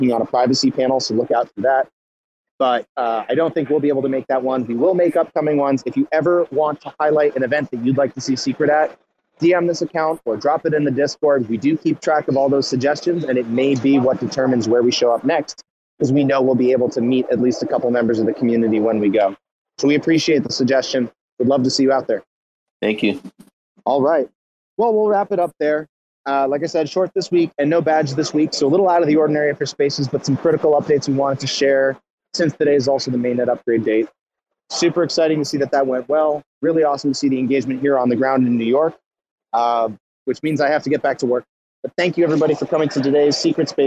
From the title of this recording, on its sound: Secret Spaces: Live from Mainnet 2022 by Messari